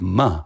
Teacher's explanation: ma, which is just the ba sound, but ma, you're putting it through your nose